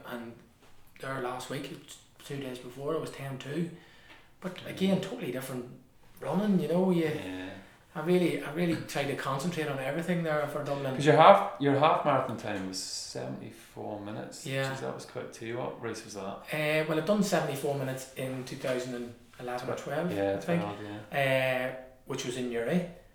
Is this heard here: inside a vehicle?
no